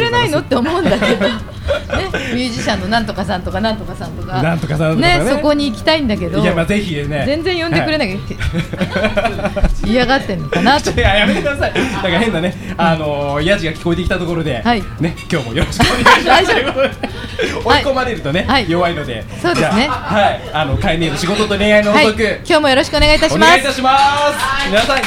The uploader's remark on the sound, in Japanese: 今回も麻布十番商店街入口にある、ビストロ「蝶蝶」にて行われた公開収録の模様をお送りします。